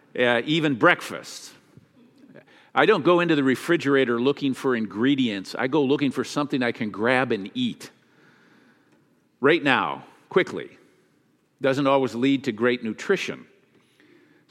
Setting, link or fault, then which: setting, large echoing room